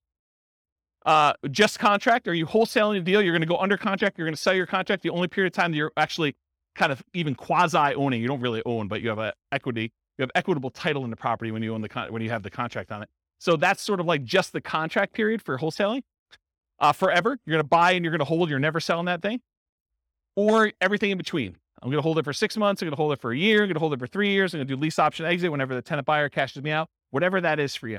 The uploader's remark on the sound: This was a live class recorded